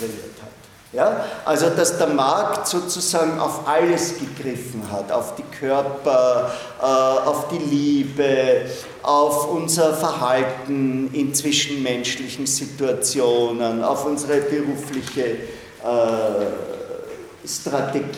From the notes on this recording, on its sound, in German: Diese Vorlesung wurde von Studierenden aufgenommen